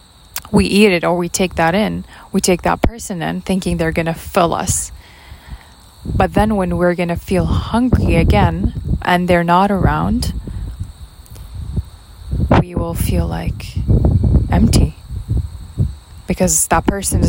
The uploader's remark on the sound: my mic caught up wind noises from the background, I apologize for that